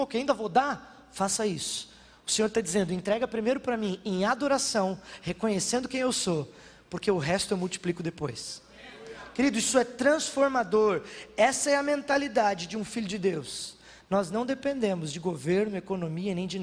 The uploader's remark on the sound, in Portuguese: Na Igreja ABA Bumenau (Transmitido ao vivo).